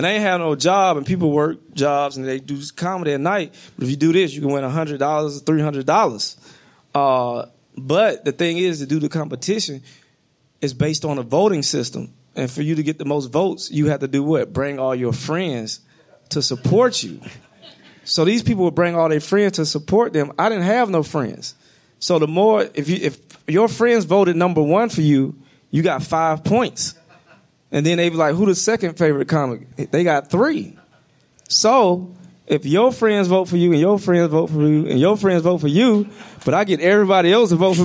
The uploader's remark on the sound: Live at SXSW. In this live special from South By South West.